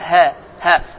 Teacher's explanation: ikinci hərif boğazın lap sonundan çıxan hə, incə hə. Hansı yəni nəfəsdən gəlir, yəni ağız boşluğundan çıxır və burdandır.